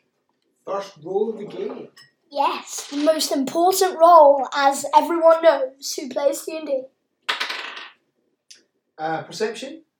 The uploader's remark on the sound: sorry if the audio is a bit naff it's the best we have